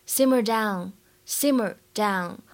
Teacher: 这个英语当中的 down，它是一个双元音 ow，之后呢，跟的是前鼻音，不要发成后鼻音了 · IPA: [daʊn]